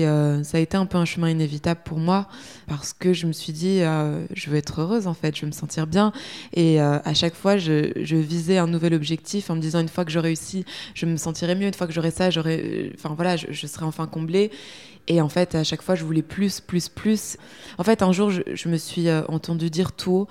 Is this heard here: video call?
no